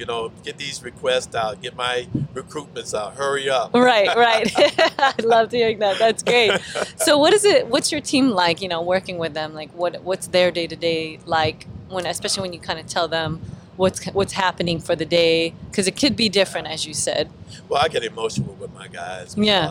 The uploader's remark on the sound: Coming at you from Naval Base San Diego, afloat on a live crane.